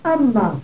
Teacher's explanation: أعيد العملية بسرعة، أصلها أن كنت منطلقا انطلقت، أصلها الأول لأن حذفت اللام، صارت أن كنت، حذفنا كان، الضمير المتصل انفصل، صارت أن أنت، وضعنا مكان كان ما فصارت أن ما، جئنا وأدغمنا النون في الميم صارت أما كنت · Term: عملية الإدغام